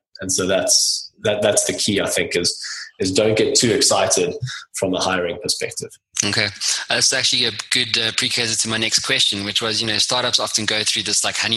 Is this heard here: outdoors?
no